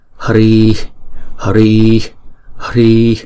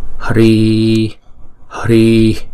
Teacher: Chúng ta đừng đọc là hờ ri hì, chúng ta đọc là hri, hri, hri. Chữ H ngoài trước thì có vẻ mạnh hơn chữ H ngoài sau một chút.